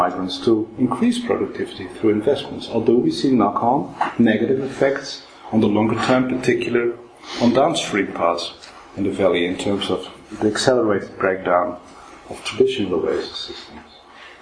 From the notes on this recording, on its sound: This podcast was recorded on Wednesday 7 March 2012 at the Oxford Department of International Development, University of Oxford.